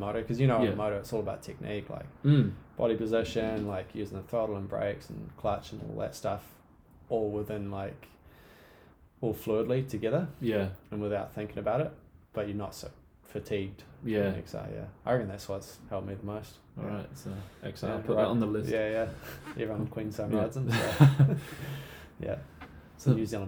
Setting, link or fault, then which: fault, phone or laptop microphone